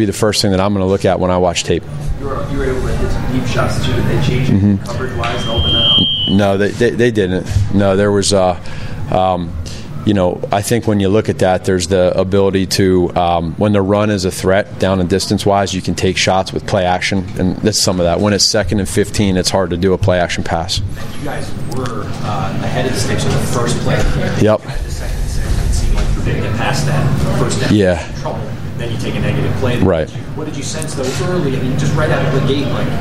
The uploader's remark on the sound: Bears-Eagles Postgame Show from Lincoln Financial Field. After a 22-14 loss in Philadelphia.